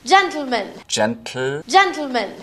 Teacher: That's exploding the T sound straight into the L sound and is difficult for a lot of people. · Term: lateral plosion